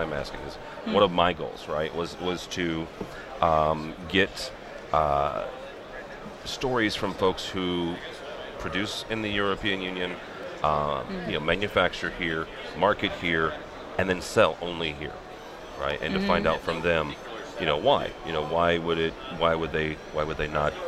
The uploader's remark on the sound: Live from ISE 2015. The world’s biggest AV show.